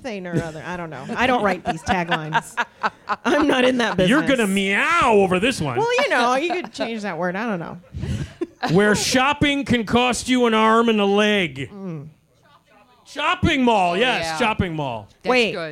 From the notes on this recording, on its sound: Recorded at Zanies Comedy Club in Rosemont, Illinois. The show includes hilarious audience interaction. The classic “Screaming Guy” sound effect is played for the crowd.